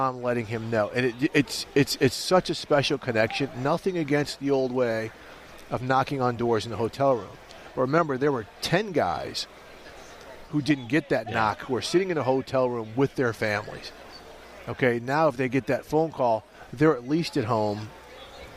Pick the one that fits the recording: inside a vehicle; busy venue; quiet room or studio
busy venue